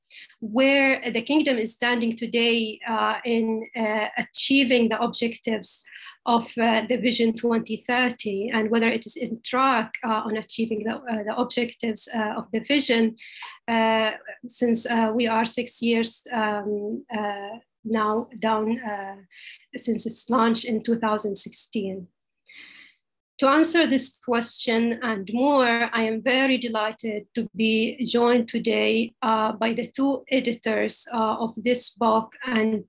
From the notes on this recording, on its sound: This public talk was conducted online via Zoom.